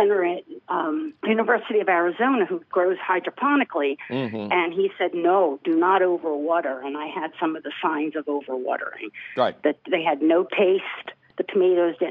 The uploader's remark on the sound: your centennial phone calls!